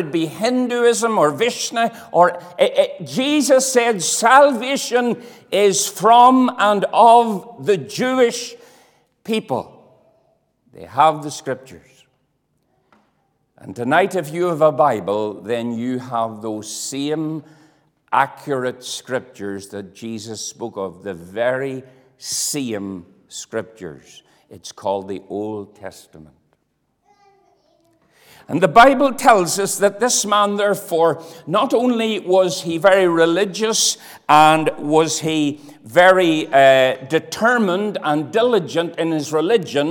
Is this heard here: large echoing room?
yes